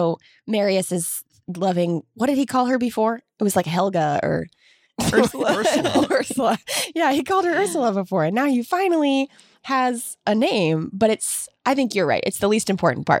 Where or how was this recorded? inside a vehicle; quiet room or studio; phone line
quiet room or studio